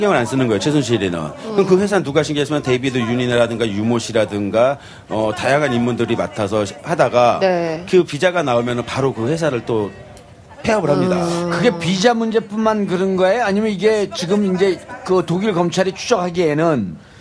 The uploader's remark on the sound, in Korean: 광화문 공개방송.